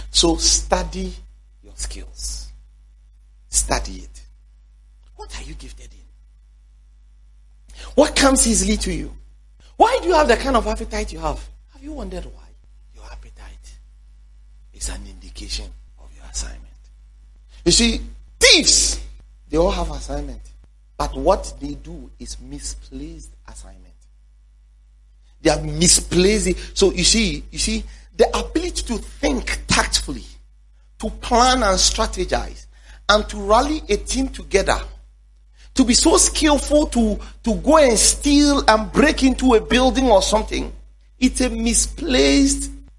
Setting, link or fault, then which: setting, large echoing room